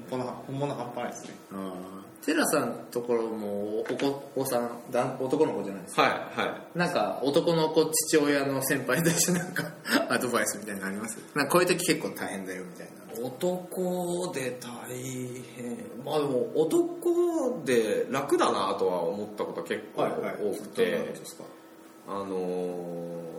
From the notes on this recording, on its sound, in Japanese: 今回は初のランチ収録